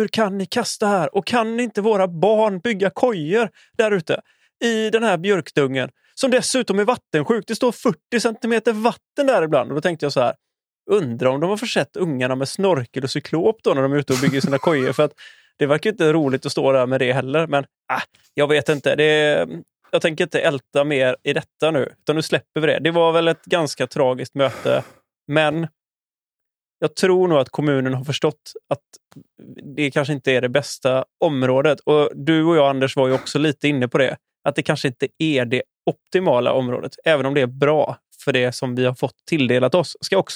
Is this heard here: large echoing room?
no